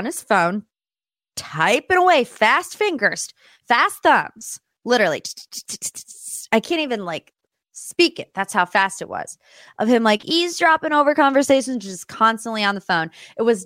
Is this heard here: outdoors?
no